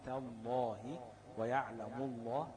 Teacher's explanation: اللام تفخم في لفظ الجلالة الواقع بعد فتح أو ضم نحو تالله ويعلم الله